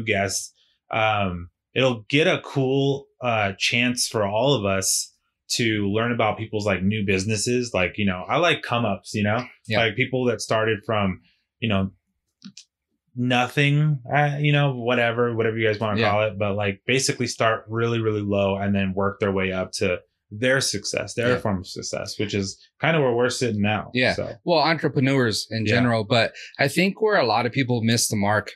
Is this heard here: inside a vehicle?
no